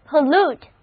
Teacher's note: 重音放在第二个音节上， O 字母发 a 的音， U 字母发 u 的长音